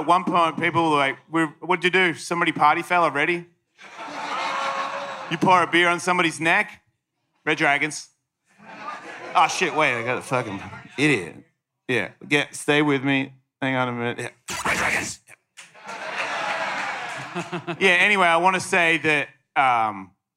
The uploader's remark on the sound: live in Houston for a weekend of Ellismania fights at Skankfest